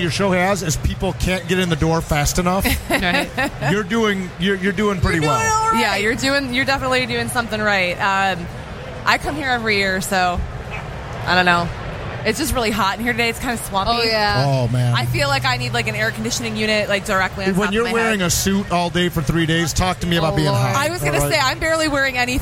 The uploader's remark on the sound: Live From Motor City Comic Con